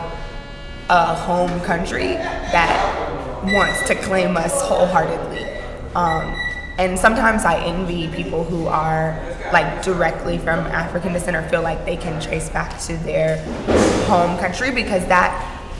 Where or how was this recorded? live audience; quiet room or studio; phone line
live audience